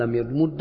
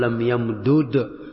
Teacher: وصار لم يمد بالإدغام، ويجوز لم يمدد بالفك